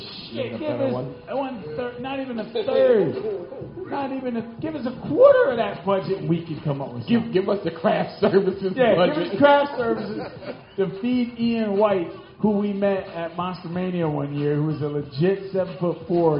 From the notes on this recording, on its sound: For the 3rd Year in a row we performed live at Tattooed Mom for the Philadelphia Podcast Festival